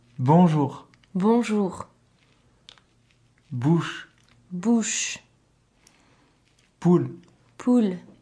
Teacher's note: OU, your mouth is round and it's a pure sound.